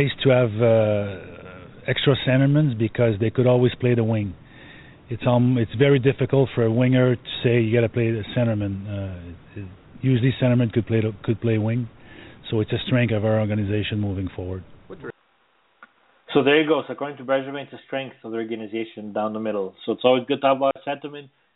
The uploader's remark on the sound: as we take your phone calls